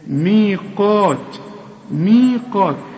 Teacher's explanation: القاف اعلى درجات التفخيم لانها بعدها الف، وهي مرسومة الالف بعد القاف اهي، مي علشان تمدها مد طبيعي.